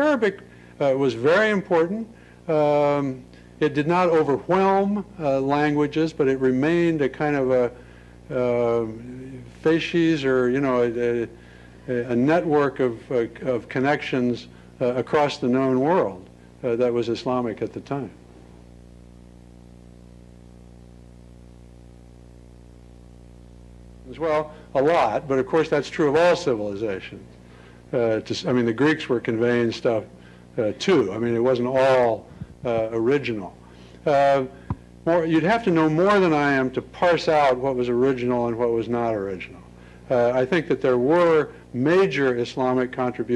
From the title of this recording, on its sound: Lecture at Stanford